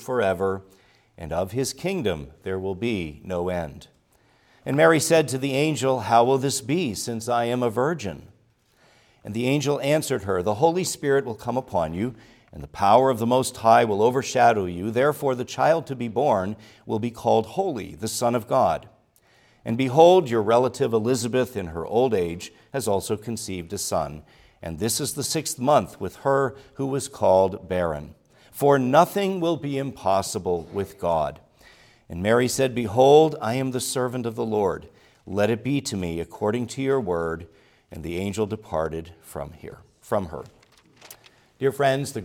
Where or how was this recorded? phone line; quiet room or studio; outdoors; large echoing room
large echoing room